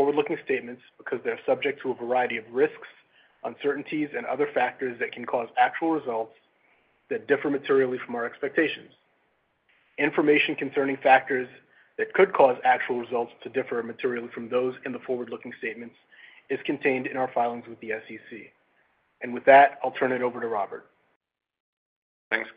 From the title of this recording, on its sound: Q4 2023 Earnings Conference Call